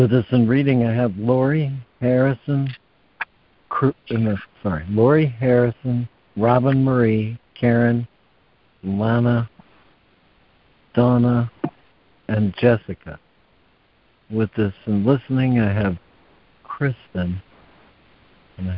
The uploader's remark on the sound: ACIM Daily Conference Call.